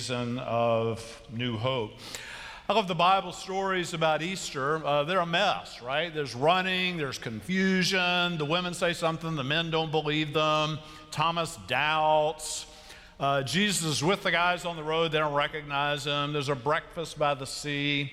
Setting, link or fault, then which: setting, large echoing room